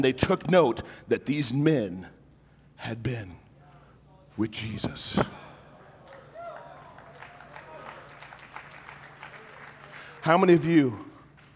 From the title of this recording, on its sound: My talk at the Emerge Men Conference